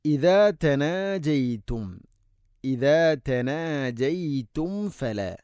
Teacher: ഇദാ തനാജയ്തും ഫല, സാക്കിനായ മീമിന് ശേഷം ഫ വരുമ്പോൾ പാരായണത്തിൽ ശ്രദ്ധിക്കേണ്ട കാര്യമാണ് മീമിനെ പൂർണ്ണമാക്കി, അഥവാ രണ്ട് ചുണ്ട് തമ്മിൽ തട്ടിച്ച് മീമിനെ പൂർണ്ണമാക്കണം